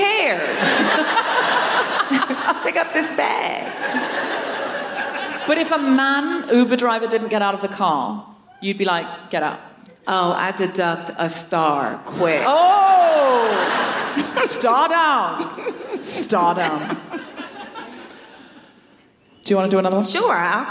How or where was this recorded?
live audience